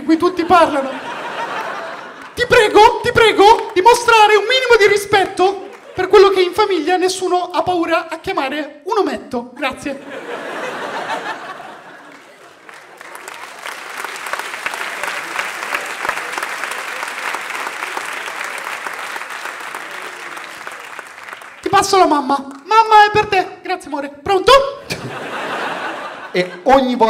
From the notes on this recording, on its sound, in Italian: Registrato a Firenze al Teatro Puccini.